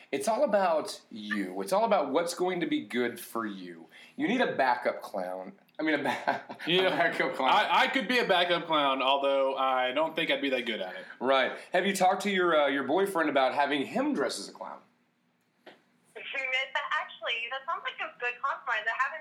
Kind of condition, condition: link, phone line